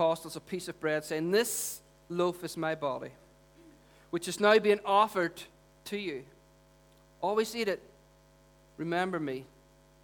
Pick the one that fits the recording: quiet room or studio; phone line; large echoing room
large echoing room